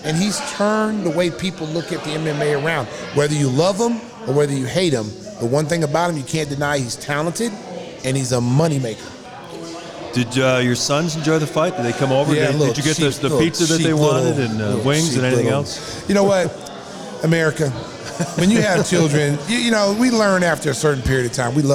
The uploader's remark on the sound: Live at Salutos.